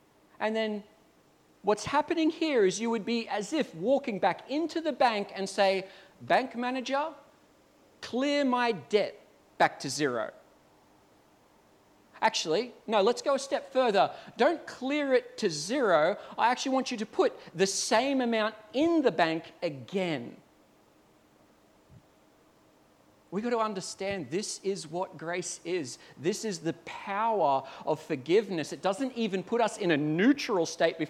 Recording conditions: large echoing room